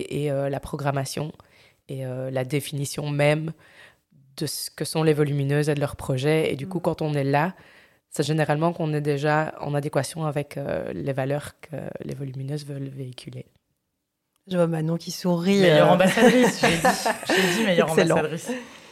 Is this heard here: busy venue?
no